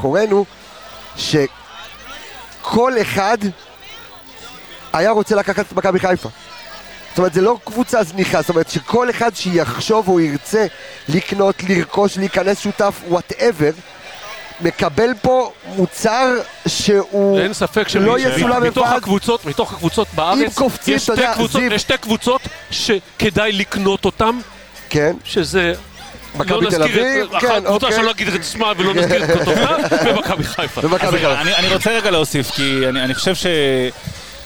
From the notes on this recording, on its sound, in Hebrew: פרק שהוקלט בחגיגות האליפות מס' 3, הרבה רעש, ים בלאגן